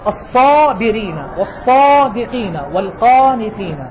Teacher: التفخيم المسموع في قراءتي في الأربع الحروف صاد وضاد وطاء وضاء أقوى، لأن حرف إطباق، وما يجوز أن أسمع صوتا متشابها، وهذا يتأكد إذا جاءت كلمات متجاورة.